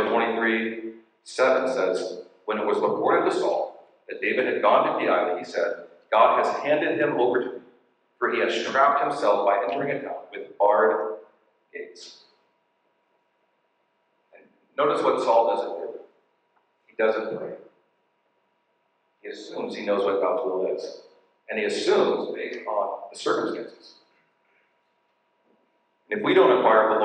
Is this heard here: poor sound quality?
yes